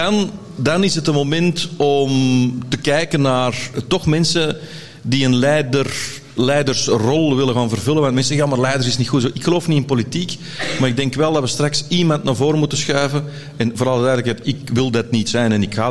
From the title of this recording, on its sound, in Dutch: LIVE op TIMTOM Podcast FESTIVAL